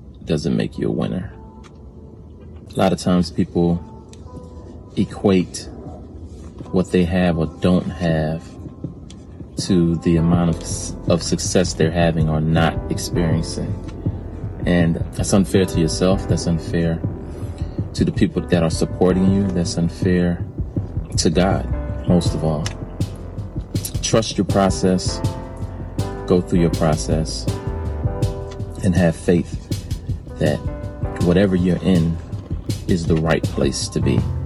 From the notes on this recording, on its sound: This is a recording of one of my MANY moments that God drops a thought into my spirit while in my car